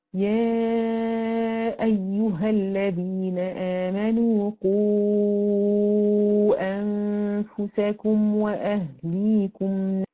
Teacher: مقدار مد الجائز المنفصل 4 أو 5 حركات لحفص من طريق الشاطبيه ويختلف عند غيره. · Term: المد الجائز المنفصل